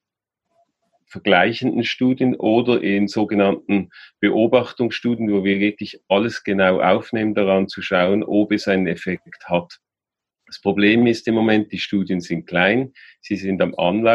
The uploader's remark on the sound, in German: Die Veranstaltung fand online über die Anwendung «Zoom» statt.